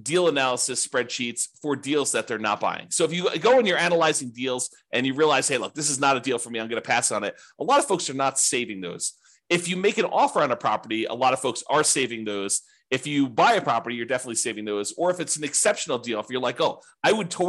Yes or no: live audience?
no